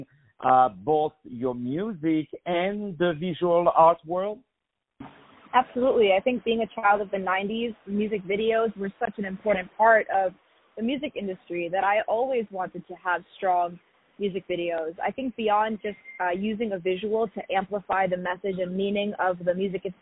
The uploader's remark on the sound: On the phone